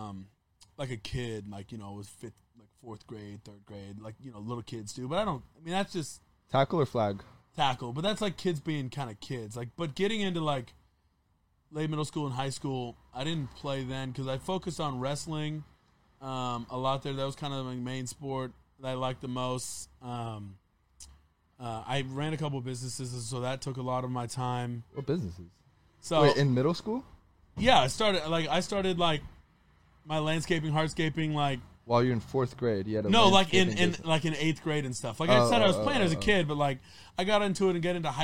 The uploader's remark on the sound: in the truck